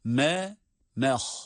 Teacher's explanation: Mim ince ha kalın